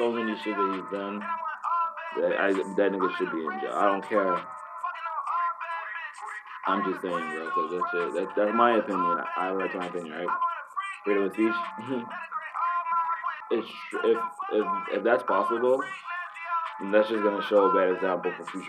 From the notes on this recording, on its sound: Sorry for the audio in advance!!